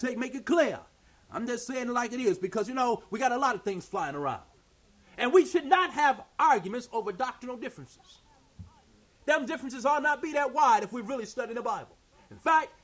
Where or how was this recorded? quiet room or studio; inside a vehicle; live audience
live audience